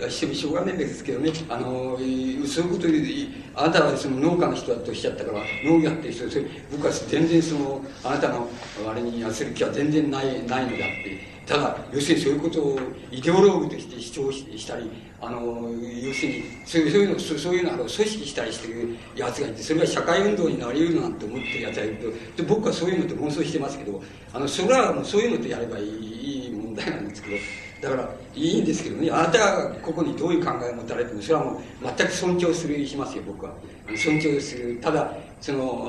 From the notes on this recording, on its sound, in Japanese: 場所：長岡短期大学。講演は午前をかけて行われ、 午後の討議・質疑応答を含め 約３時間半にわたる全編収録。音源は主催者提供。客席から録音。